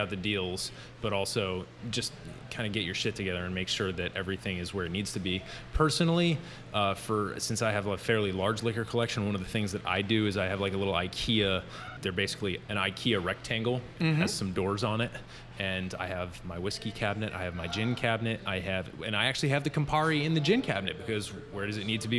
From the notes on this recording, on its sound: This interview was recorded at a really cool spot called Rustico in Ballston, just across the river from DC, so please enjoy the audio verite that comes from recording on-location. This interview was recorded at a really cool spot called Rustico in Ballston, just across the river from DC, so please enjoy the audio verite that comes from recording on-location.